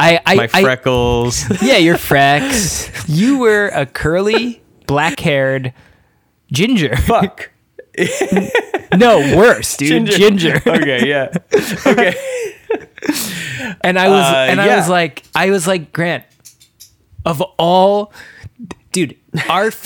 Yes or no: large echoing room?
no